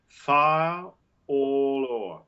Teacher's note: I made a glottal on all, and then connected all or, so that it's not too glottally.